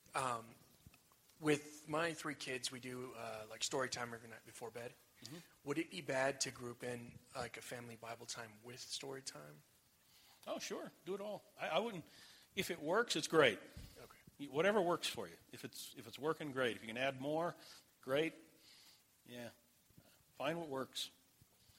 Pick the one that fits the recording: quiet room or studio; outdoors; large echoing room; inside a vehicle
large echoing room